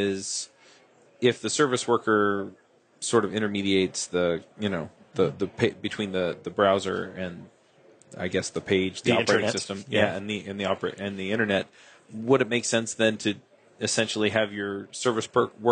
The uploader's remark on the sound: Live at Microsoft Ignite